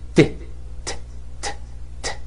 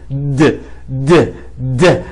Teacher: الته لما تتحول لحرف مجهور فيه اهتزاز هنا تتحول لدال، د د د، حتى نطق الته من نفس مخرج نطق الدال.